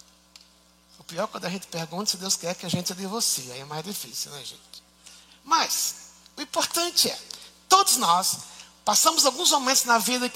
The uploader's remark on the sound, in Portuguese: Culto ao vivo IBMorumbi